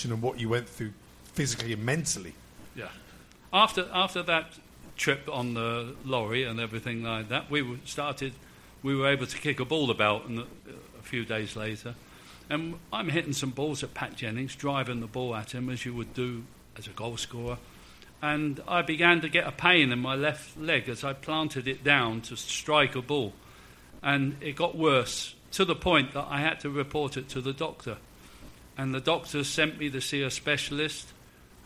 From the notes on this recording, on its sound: SpursShowLIVE. Exclusive live podcast for Spurs Show Season Ticket holders. We recorded three podcasts on the night (not bad value for a fiver a seat!).